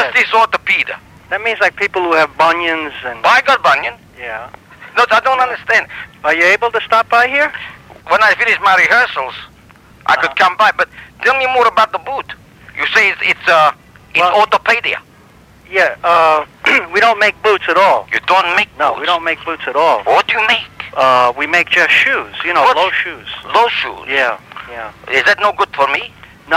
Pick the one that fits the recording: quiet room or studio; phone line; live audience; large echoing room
phone line